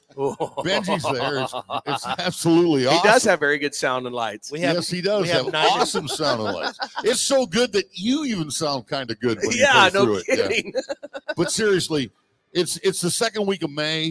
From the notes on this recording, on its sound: RümpChät Live 2023 - NFR Edition 9. RümpChät Live at the 2023 NFR.